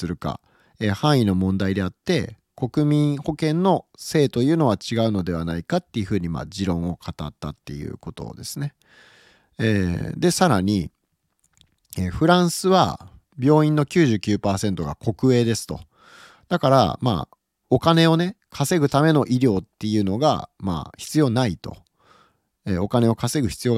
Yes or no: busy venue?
no